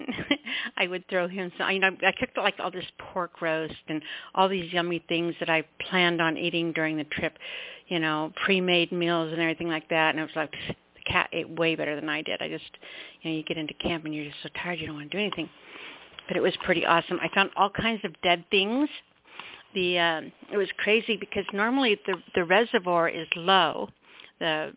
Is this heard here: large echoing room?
no